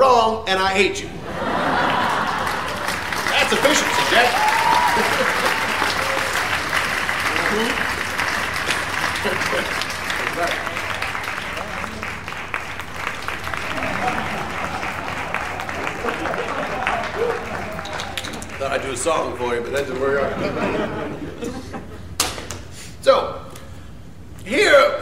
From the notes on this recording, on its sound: Live from the Underground. Performed to a sold out crowd at the Underground.